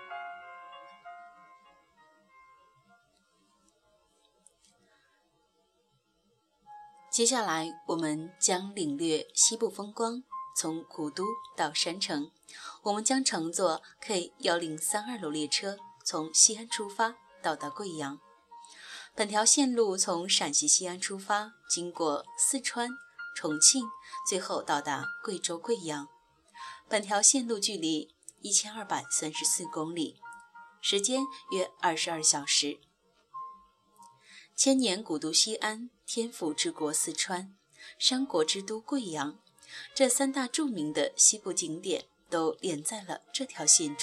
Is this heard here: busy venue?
no